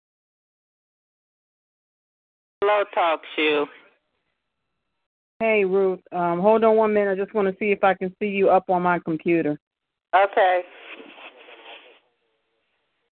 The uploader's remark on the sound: Divas For Christ Teleconference